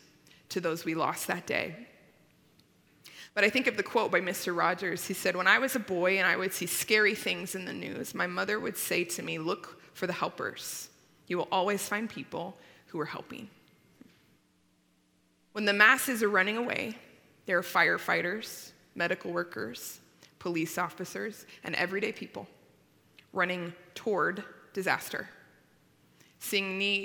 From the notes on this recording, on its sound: At Timberline Church. Live.